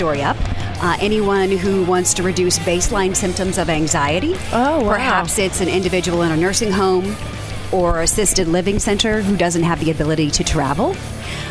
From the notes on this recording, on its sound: Day 2 Live at NAB show 2017! To bring you all the digital thought leadership live from the NAB show 2017 Advanced Advertising Pavilion.